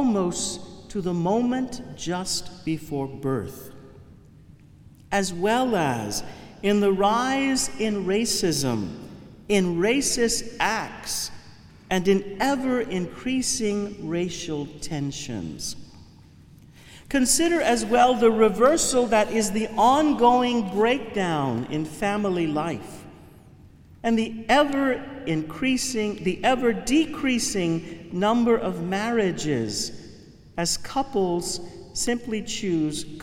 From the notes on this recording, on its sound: Homily from the Chrism Mass 2019. Cathedral of St.